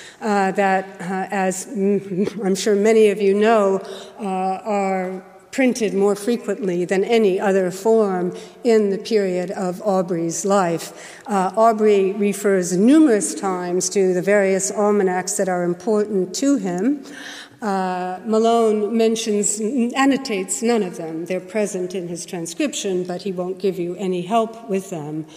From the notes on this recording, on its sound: Keynote lecture